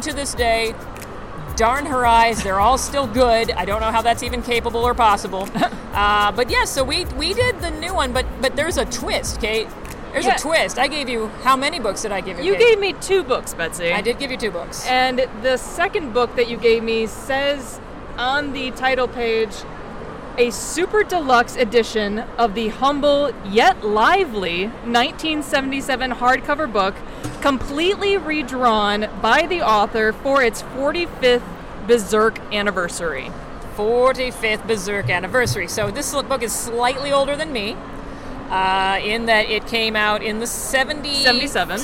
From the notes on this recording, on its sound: What would it sound like with more background noise? At the most recent American Library Association Annual Conference in beautiful downtown Chicago, Illinois we bring to you the first LIVE recording.